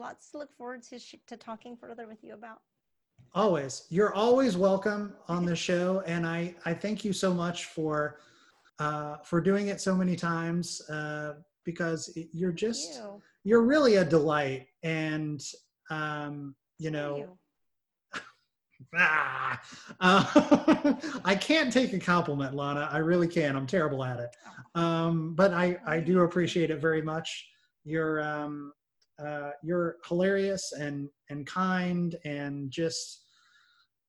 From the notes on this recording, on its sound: Recorded via Zoom